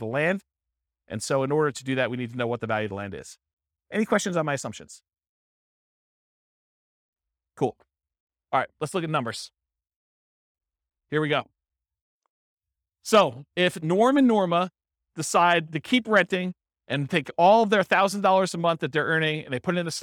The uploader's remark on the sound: This was a live class recorded